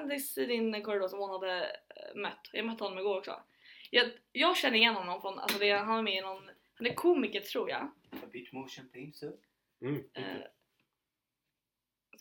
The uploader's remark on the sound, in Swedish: Eftersom det är vår första gång vi spelar in något så hoppas vi att ni har förståelse att ljudet inte är 100 %.